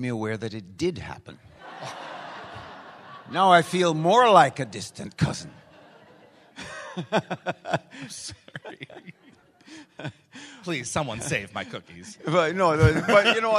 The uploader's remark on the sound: Please note, as this was a LIVE, on-site event, this episode is not optimized for an audio podcast. LIVE on stage at Gatecon!